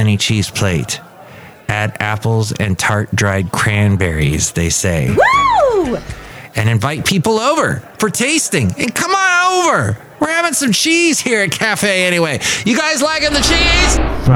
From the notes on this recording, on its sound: podcasts live from Café Anyway